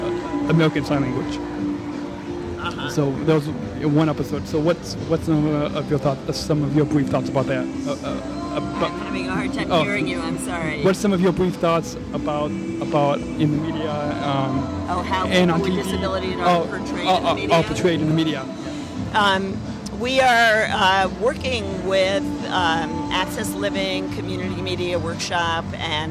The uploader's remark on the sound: Podcasting live at the 2015 Disability Pride Parade in Chicago as part of the #ADA25Chicago.